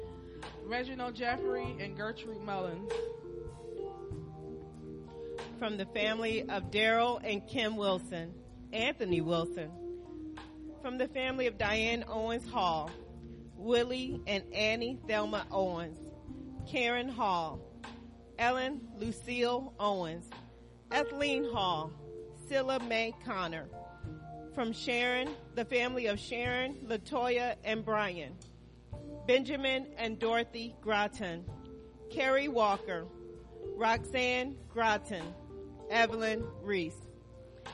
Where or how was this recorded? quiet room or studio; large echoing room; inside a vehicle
large echoing room